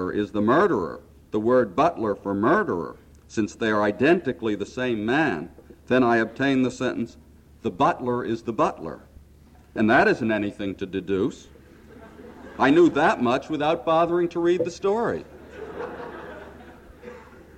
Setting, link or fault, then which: setting, live audience